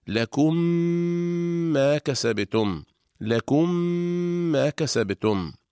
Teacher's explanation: تدغم الميم الأولى الساكنة في الميم الثانية المتحركة فتصبح ميما واحدة مشددة تحتاج إلى غنة طويلة. إذن تنطبق الشفتان على الميمين إطباقة واحدة، فنطبق على ميم ساكنة ونفتح الشفتين على ميم متحركة مع ملاحظة الغنة · Term: الإدغام